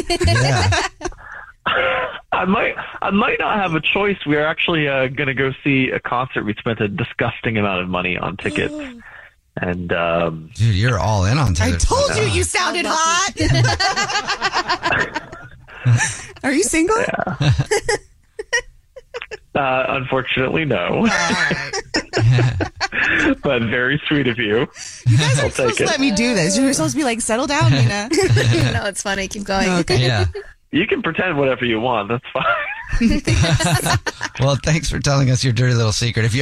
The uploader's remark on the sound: One of our listeners is on the phone